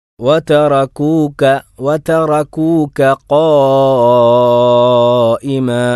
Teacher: വതറകൂക, അവിടെ കാഫാണ് പിന്നെ ഖാഫ്, അതല്ലാതെ വത്തറക്കൂ ഖായിമ എന്നല്ല